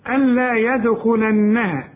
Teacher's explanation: ألا يدخلنها قلقل الدال، النون غنها